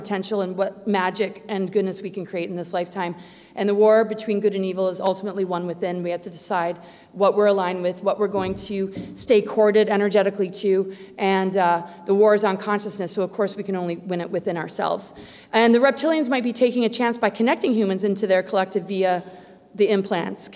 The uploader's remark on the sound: presentation at the Secret Space Conference - 5/4/22